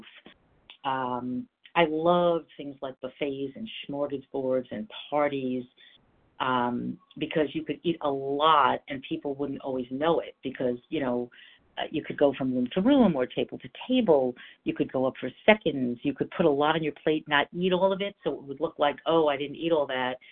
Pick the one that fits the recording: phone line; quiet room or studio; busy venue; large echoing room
phone line